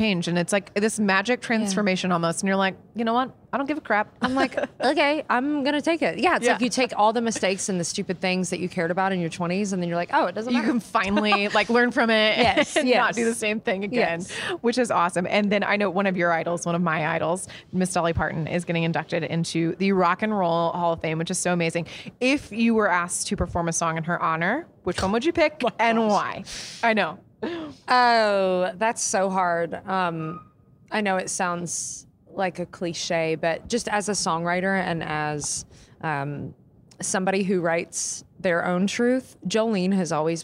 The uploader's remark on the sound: backstage at Audacy's Leading Ladies Live